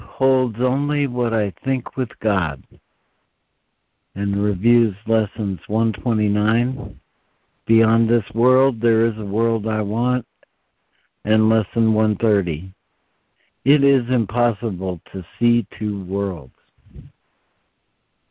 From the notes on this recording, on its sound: ACIM Daily Conference Call